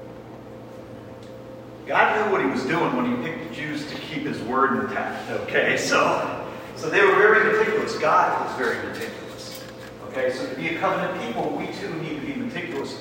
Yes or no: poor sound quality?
yes